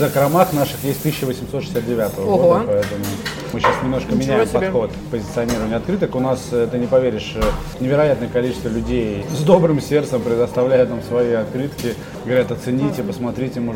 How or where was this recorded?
busy venue